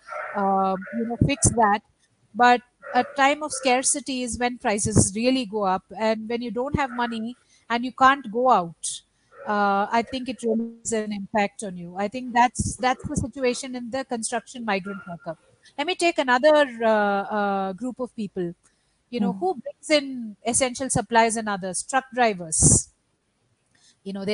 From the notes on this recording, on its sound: This virtual conversation is part of the TED Connects series